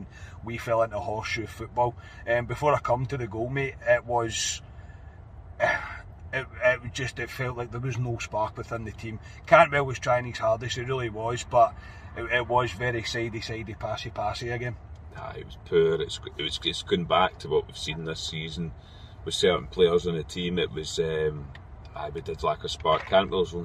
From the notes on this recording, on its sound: Last reaction from the car this season after leaving Ibrox.